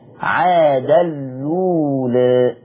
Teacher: أضغمت التنوين في اللام والواو تتمد حركتين زي بقية البدلات